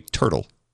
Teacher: And in the word turtle, we say turtle with a D.